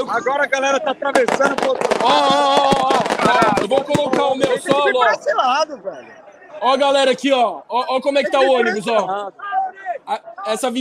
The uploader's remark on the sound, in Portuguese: LIVE PODPORCO DIRETO DO CORREDOR ALVIVERDE! Podporco entra ao vivo direto das Alamedas para mostrar toda festa da torcida alviverde.